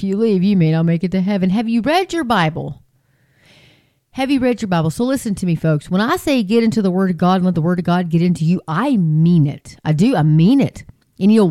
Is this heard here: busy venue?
no